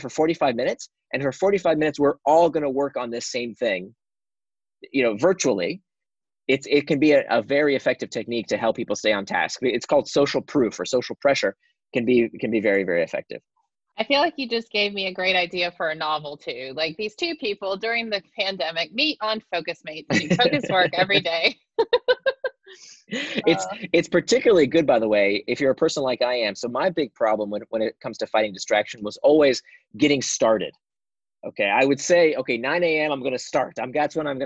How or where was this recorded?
video call